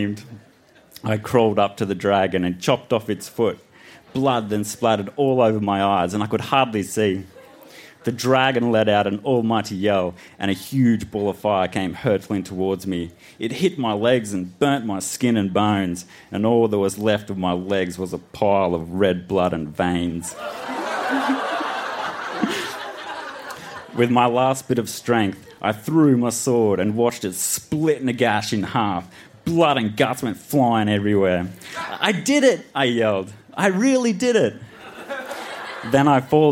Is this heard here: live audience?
yes